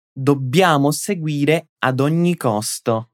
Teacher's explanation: o dobbiamo, que você vai pronunciar já já junto comigo, tem dois Bs, por isso vamos dar uma reforçada na hora de pronunciar